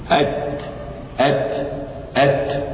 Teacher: التاء مهموسة، ما معنى مهموسة؟ يجري النفس، عند النطق بها